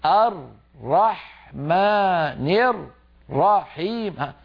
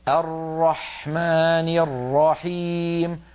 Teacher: الرحمنرحيم، هل رأيتم كيف يفك الإدغام؟ الراء المشددة فك الإدغام، صار كل راء لوحدها · Shown in: first take · Term: تمطيط الشد